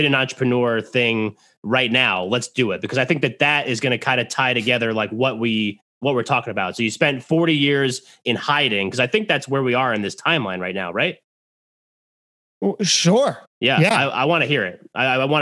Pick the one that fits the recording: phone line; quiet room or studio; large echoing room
quiet room or studio